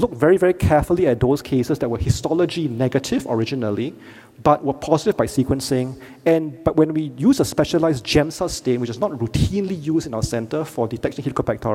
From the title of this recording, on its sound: Keynote Lecture